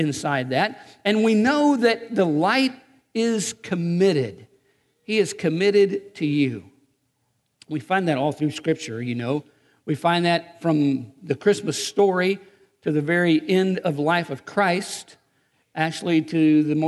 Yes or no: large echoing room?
yes